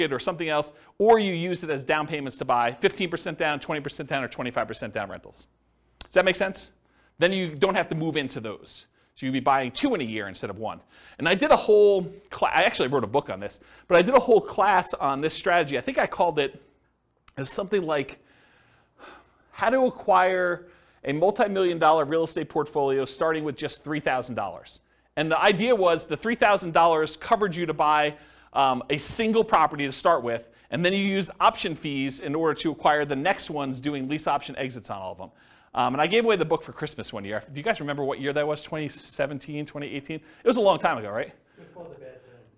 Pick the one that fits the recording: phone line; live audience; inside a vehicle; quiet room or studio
live audience